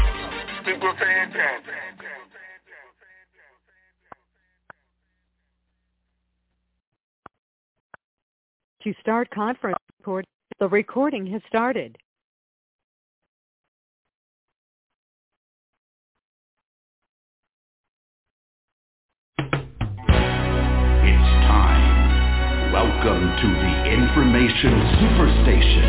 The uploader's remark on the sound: TNTSuperfantastic Conference Call.